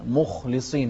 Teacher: وضح الخاء مع تفخيمها